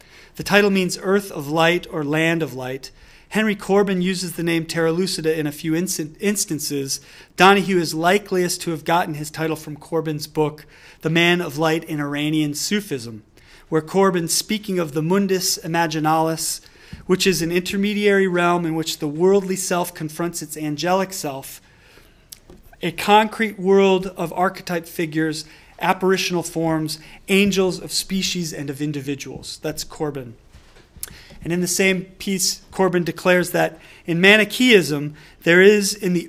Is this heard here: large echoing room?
yes